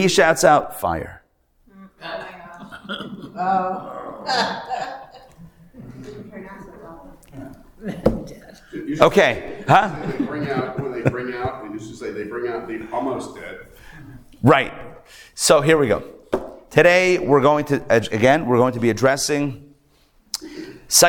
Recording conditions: live audience